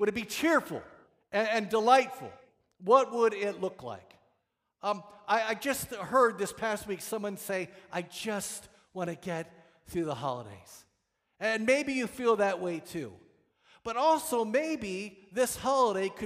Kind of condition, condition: setting, large echoing room